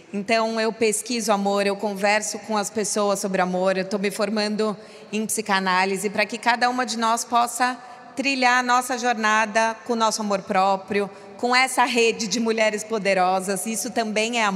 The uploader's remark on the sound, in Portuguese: Episódio ao vivo. Conversa ao vivo, diretamente do State, em São Paulo.